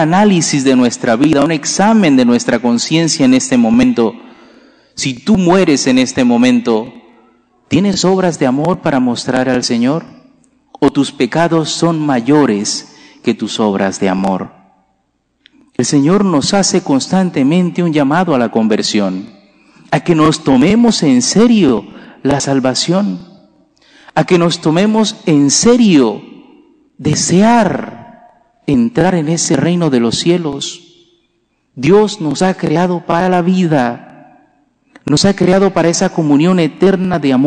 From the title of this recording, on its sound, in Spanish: Santa Misa del jueves 3/8/2023, Iglesia de María Virgen Madre